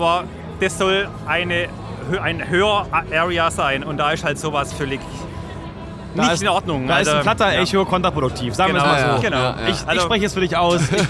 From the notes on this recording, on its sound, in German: Community Podcast live von der Prolight + Sound 2023. In dieser Folge haben wir euch zu Wort kommen lassen und gefragt, wie ihr die Prolight + Sound 2023 fandet.